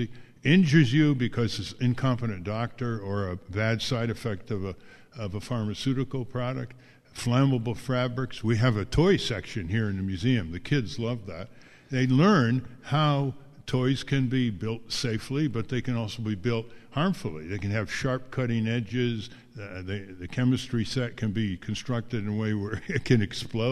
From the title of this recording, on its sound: Live From Ralph Nader's American Museum of Tort Law